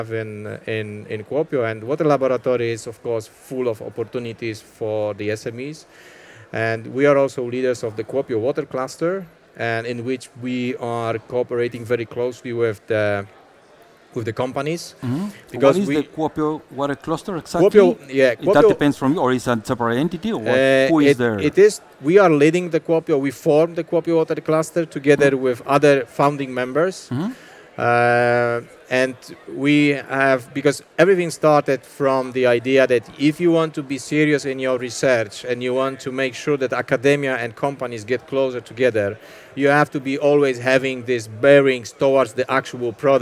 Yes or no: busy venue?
yes